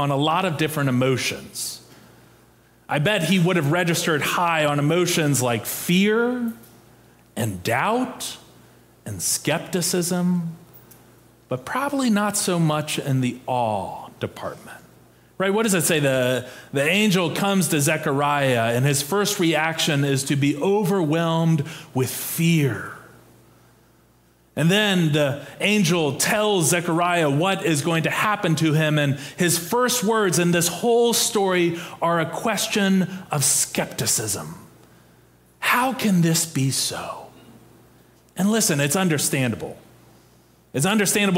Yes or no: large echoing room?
yes